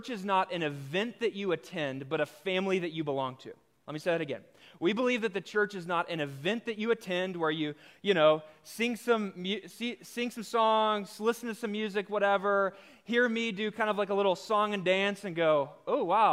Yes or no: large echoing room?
yes